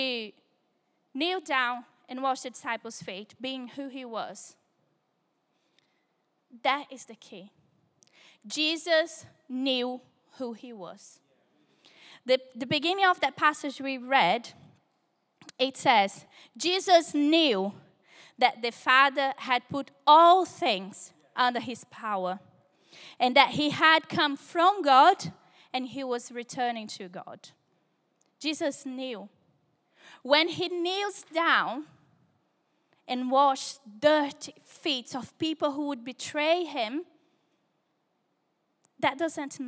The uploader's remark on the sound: Recorded Live at Life Church Lancashire on Sunday 18th February 2024.